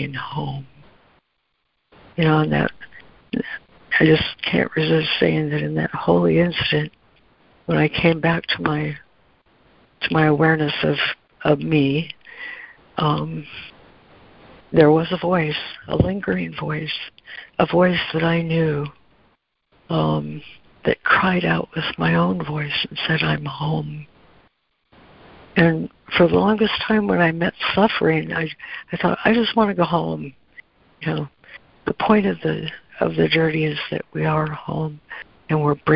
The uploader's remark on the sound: ACIM Daily Conference Call